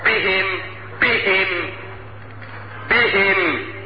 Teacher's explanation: يجب بيان الشدة التي في الباء حتى تظهر كالعيان لو جاورت حرفا خفيا. كالهاء بهم بهم بهم.